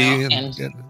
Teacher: do a gap sound for the T